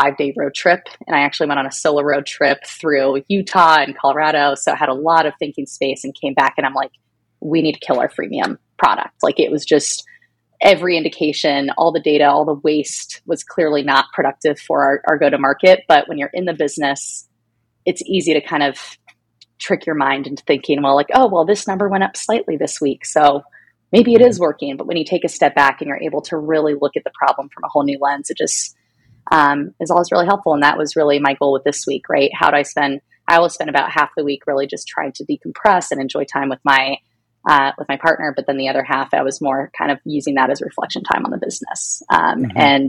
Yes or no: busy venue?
no